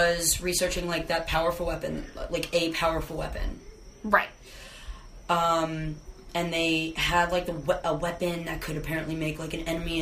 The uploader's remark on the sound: This was our first episode we ever recorded but got lost during the transfer of sights to host the podcast. The sound quality is so horrible, we're constantly getting interrupted by our friend group.